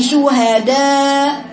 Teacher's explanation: داء بقى فيه تفخيم في الدال